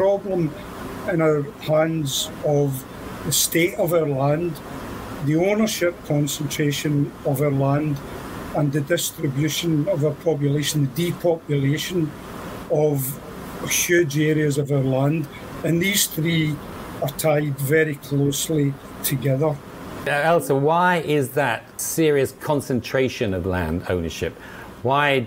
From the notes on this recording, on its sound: interviews some of the activists protesting outside of Queen Elizabeth House in Edinburgh